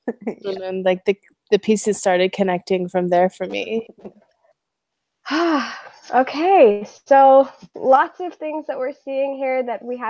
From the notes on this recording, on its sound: This episode is the audio from an online panel. Handle some dude trolling online as the conversation is happening live.